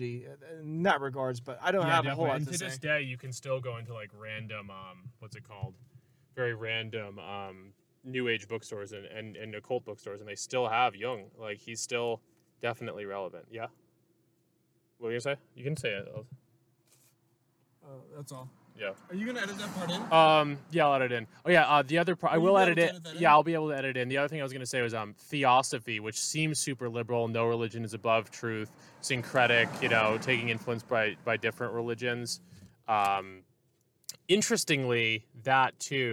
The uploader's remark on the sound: On a trip through the east of San Diego County. Field-recording a conversation.